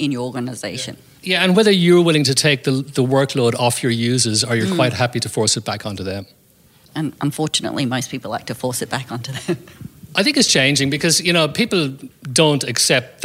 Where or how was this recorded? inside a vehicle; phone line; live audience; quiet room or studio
live audience